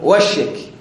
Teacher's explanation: بعض اللهجات عدنا حتى وشك، يقول وشك. أي بدل وجهك